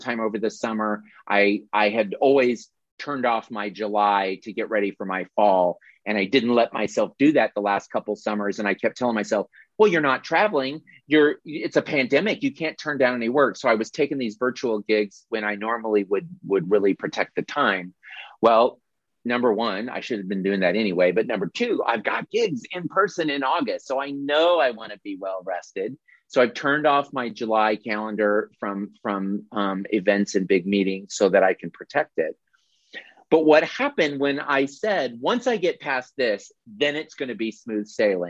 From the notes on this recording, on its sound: audio replay of a monthly Zoomy Zoom